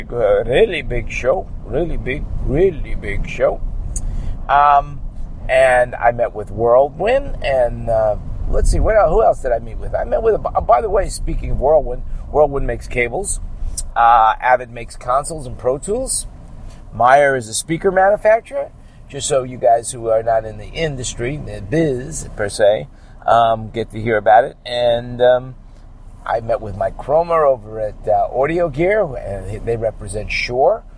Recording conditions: inside a vehicle